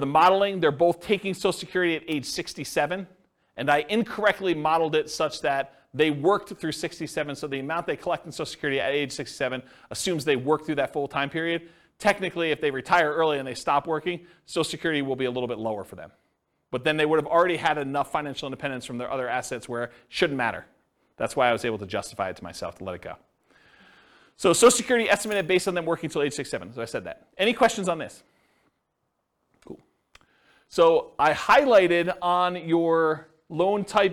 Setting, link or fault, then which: setting, live audience